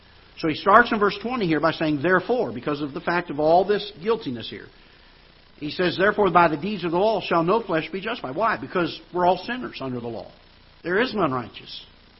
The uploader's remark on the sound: Ketha Heights Baptist Church ~ Live Broadcast